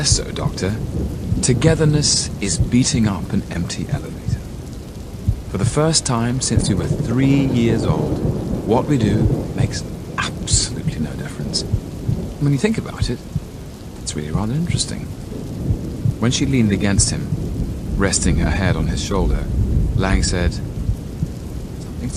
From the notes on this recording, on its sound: As the rain pounds against the window and thunder echoes in the distance